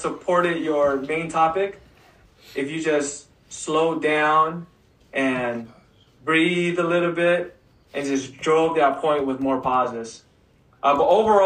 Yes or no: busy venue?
no